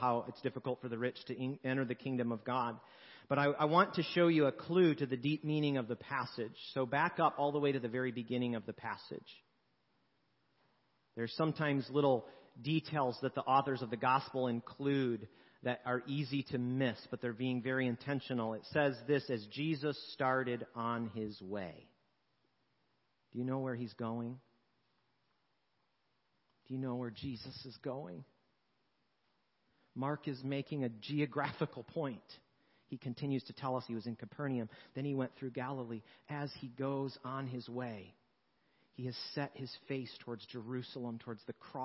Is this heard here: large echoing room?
yes